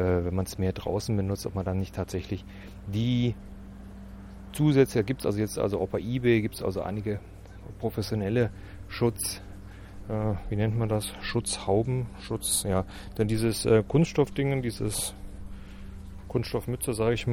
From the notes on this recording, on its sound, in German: Heute die erste Testaufnahmen mit dem Zoom H4n. Hört wie ich mit dem neuen Zoom durch unser Haus und unseren Garten gehen. Die Aufnahme wurde nicht nachbearbeitet und an dem Zoom kein Effekt eingestellt.